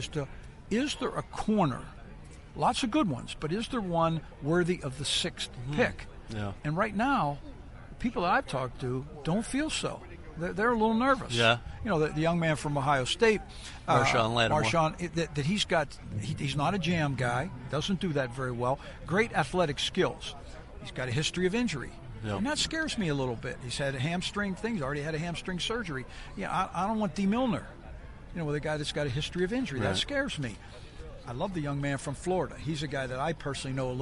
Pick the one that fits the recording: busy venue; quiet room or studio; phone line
busy venue